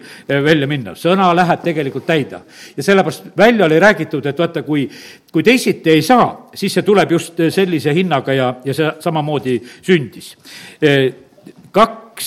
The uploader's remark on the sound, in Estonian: Audio salvestus koosolekult